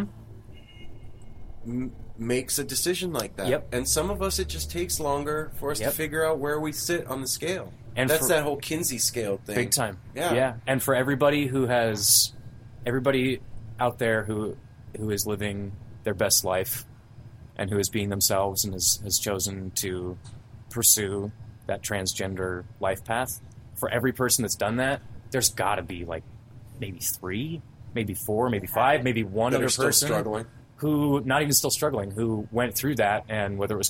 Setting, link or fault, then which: setting, outdoors